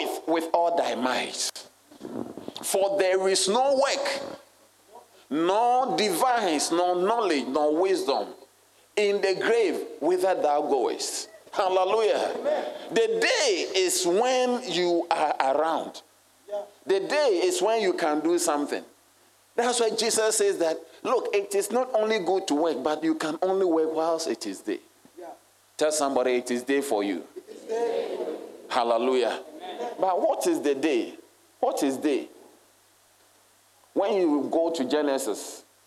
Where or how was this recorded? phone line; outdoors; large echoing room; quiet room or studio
large echoing room